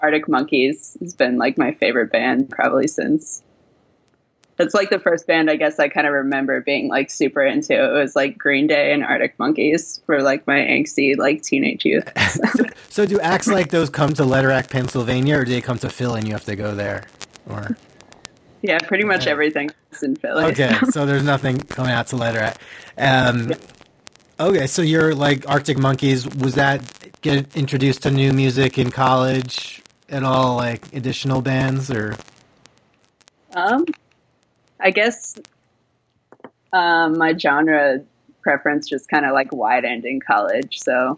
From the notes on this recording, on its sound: Apologies for the audio issues.